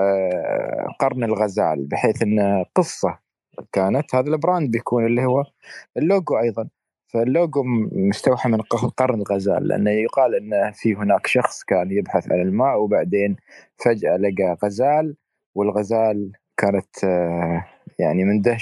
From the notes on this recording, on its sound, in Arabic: تسجيل لمساحة ابن رشد الأسبوعية على منصة تويتر.